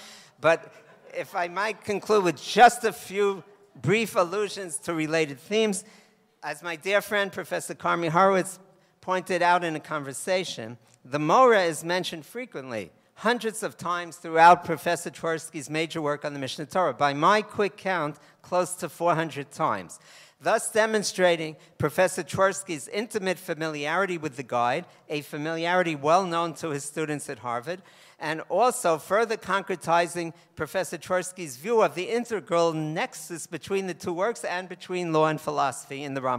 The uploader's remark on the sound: This most recent essay originated as a lecture at a conference commemorating the 25th yahrzeit of R. Isadore Twersky convened at Yeshiva University’s Bernard Revel Graduate School of Jewish Studies at Yeshiva University.